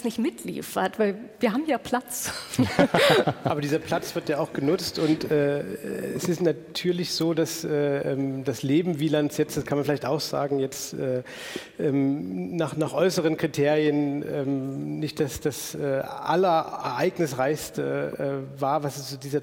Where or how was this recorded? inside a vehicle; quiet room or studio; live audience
live audience